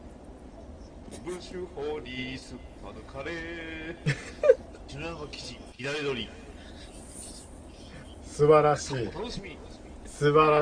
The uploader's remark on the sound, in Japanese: お聞き苦しい点ばかりですが